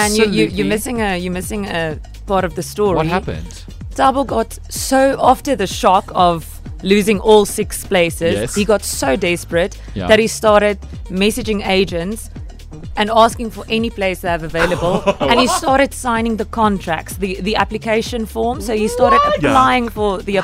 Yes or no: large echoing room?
no